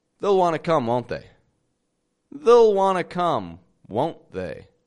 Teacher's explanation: I'm dropping that EY from the word they. I'm saying they'll.